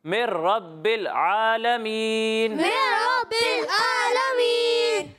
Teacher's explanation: میم کو را سے ملانا ڈائریکٹ